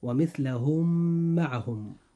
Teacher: أن الميم الأولى والميم الثانية كل منهما جاء في كلمة، ولكن أصبحتا ميما واحدة مشددة · Term: إدغام مثلين صغير